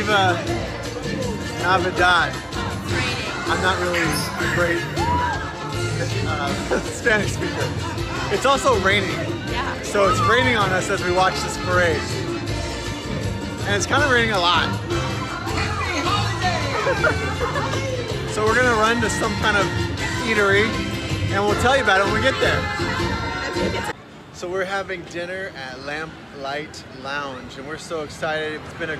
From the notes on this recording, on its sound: Disneyland News while on the rides!!! While riding rollercoasters and rides making for some interesting audio! Yes, parts of this podcast have wind, screaming, and a bit of craziness to it.